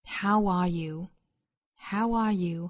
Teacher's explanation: how 和 are 之间会自然而然连贯带出一个小的 w 的发音